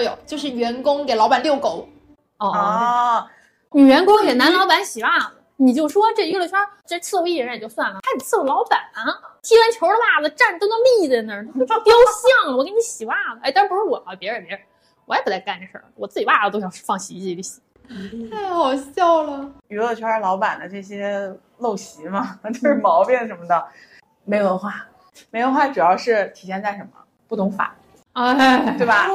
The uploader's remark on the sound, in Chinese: 本期录音环境较为嘈杂，请大家多多多多谅解